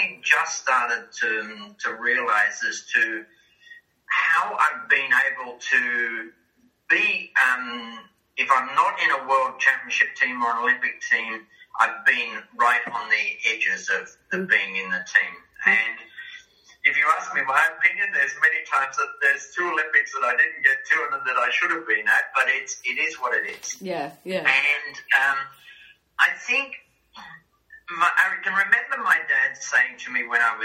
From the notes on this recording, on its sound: had a fabulous catch up over Zoom